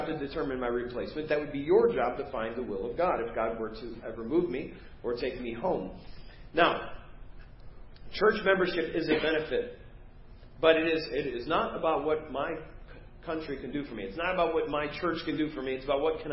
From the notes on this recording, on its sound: Preached at First Baptist Church of Hazel Park